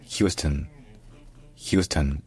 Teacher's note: le O devient un schwa, une voyelle neutre, qui va être à peine prononcée, parce que l'accent tonique est sur la première syllabe.